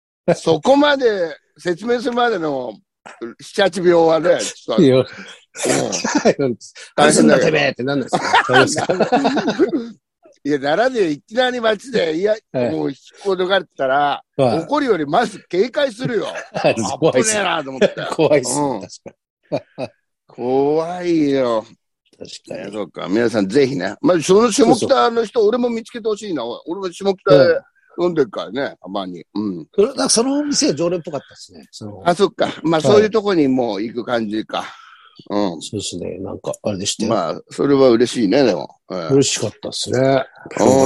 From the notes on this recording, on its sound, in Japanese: ZOOMで収録